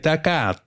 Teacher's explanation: das R geht, verschwindet praktisch und es hat so ein bisschen das leicht nasalisierte A.